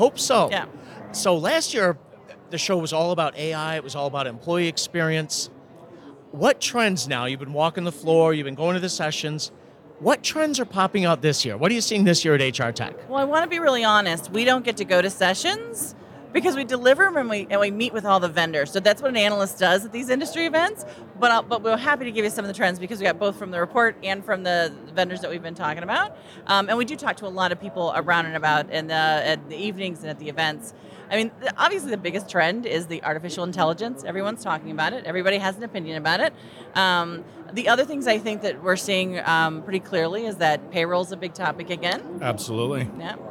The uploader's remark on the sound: As we conclude our series live from the floor of the 2023 HR Technology Conference.